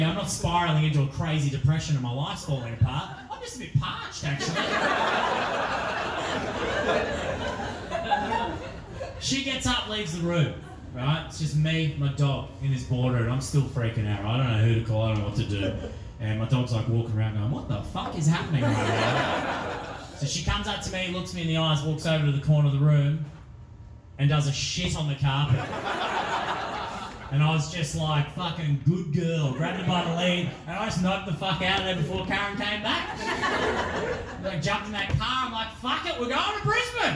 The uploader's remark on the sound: This was record as part of my live show Backfired earlier this year.